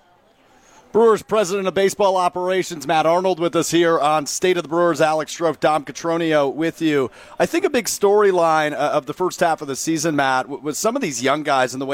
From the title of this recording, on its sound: Live From Summerfest